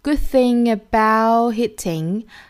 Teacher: 这个 good,大家一定要注意这里面的元音呢是发成一个呜呜呜